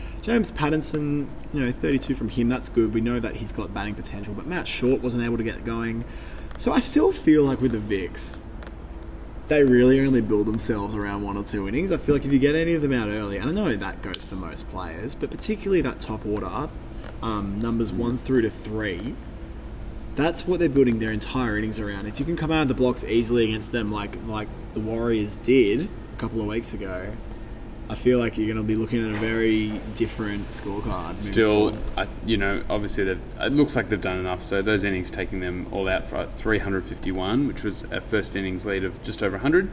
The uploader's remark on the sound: In this episode we take you to the action live from the SCG